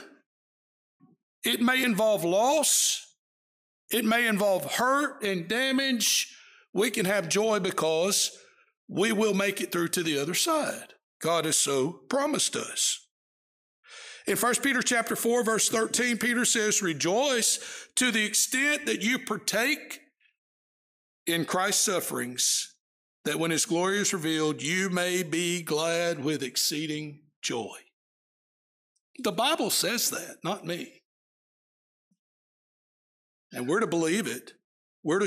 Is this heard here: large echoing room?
yes